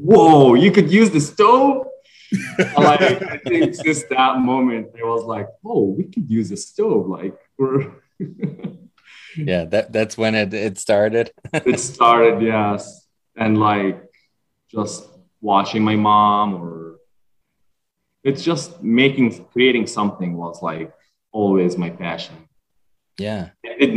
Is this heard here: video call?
yes